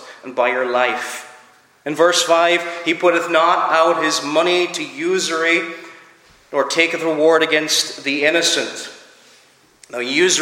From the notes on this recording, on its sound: Preached at Clare Reformed Presbyterian Church